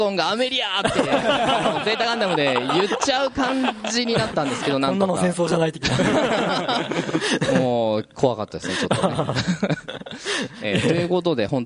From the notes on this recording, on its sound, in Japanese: 2012年3月24日(土)に行われましたイベントの模様をお送りします。今回は下記出演者が実際に大分県に集まり、公開収録という形でお客さんを呼んでフリートークを行いました。